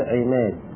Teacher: قال أن ينحى بالفتحة نحو الكسرة مثل كما قلنا رحمة، ويشمل إمالة، ويشمل إمالة فتحة قبل الألف، مثل الآن في كلمة عماد، عماد الميم مفتوحة وهي واقعة قبل الألف فنقول عماد، فتميل الألف · Term: الإمالة